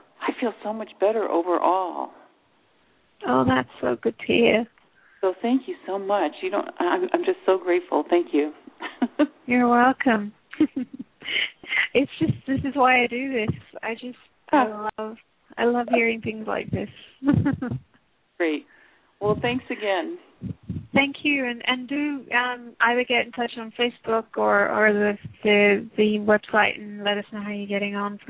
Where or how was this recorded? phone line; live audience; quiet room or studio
phone line